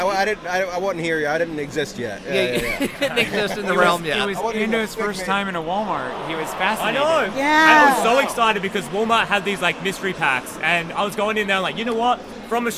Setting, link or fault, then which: setting, busy venue